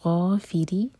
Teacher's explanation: third آیا، غافر الذنب، غین heavy, غافری، را کے نیچے کسرہ تو را باریک